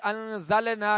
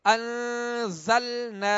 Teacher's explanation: نون ساکن کے بعد زا حروف اخفا میں سے ہے. انزلنا، لام کے اوپر جو سکون ہے اس کو کامل ادا کرنا ہے، آواز ہلے گی نہیں، جنبش پیدا نہیں ہوگی · Shown in: second take · انزلنا نہیں پڑھیں گے بلکہ انزلنا.